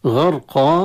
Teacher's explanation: الراء الساكنة المسبوقة بحرف الغين، الغين من حروف التفخيم، حروف الاستعلاء، فتتأثر ويتأثر الحرب بما قبل من الحركة فتفخم.